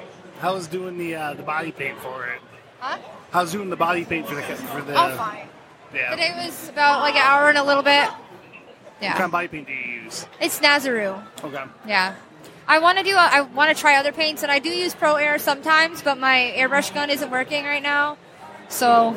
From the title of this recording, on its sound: Live at Motor City